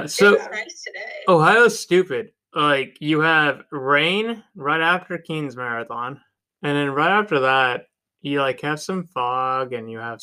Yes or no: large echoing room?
no